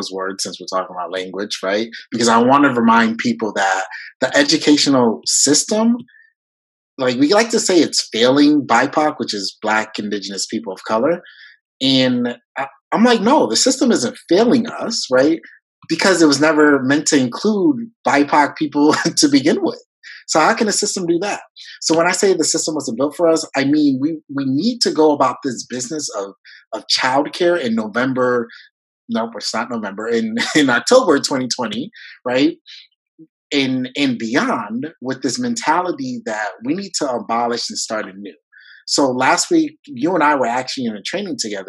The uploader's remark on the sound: This live session of Napcast, delivered at the 2020 virtual WAEYC conference